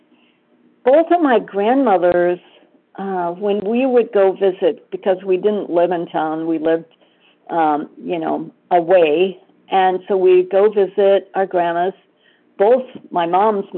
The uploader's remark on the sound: 100 Pounders Phone Meeting